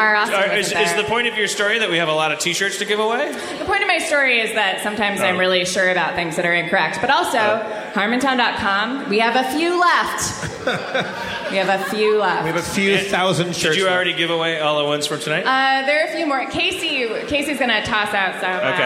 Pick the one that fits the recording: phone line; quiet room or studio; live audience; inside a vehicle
live audience